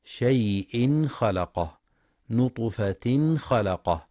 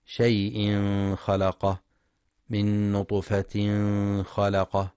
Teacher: ينتبه القارئ للإظهار الحلقي عند حرف الخاء · Shown in: first take · شيء خلقه نطفة خلقه، فلا يقرأ شيء خلقه من نطفة خلقه بالإخفاء.